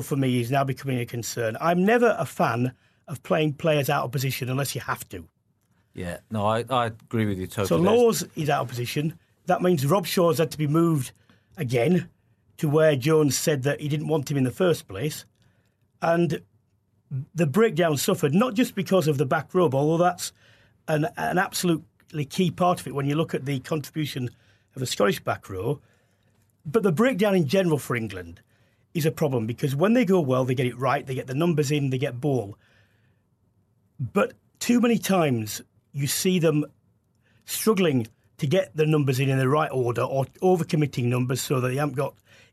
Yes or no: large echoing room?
no